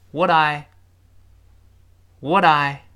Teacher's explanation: 这个 T 轻辅音自然就变成浊辅音了，因为声带带着一块儿都震起来了。